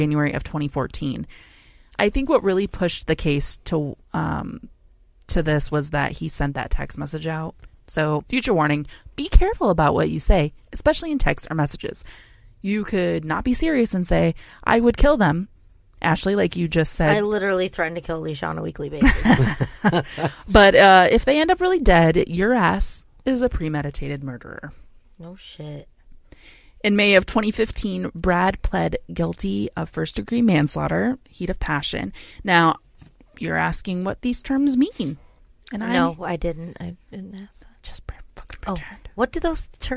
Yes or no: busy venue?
no